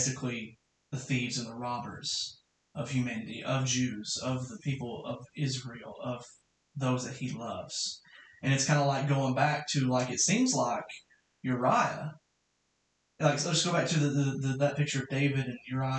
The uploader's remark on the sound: Apologies for the weird echo in this episode. We're using Season 1 of Cross Training to experiment with different recording hardware/software, so sometimes a mistake will rear its ugly head.